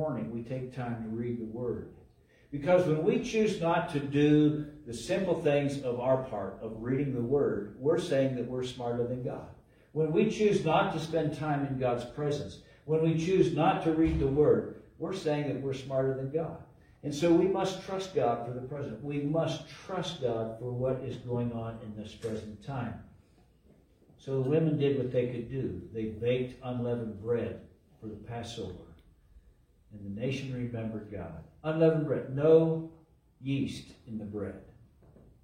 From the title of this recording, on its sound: LIVE from Calvary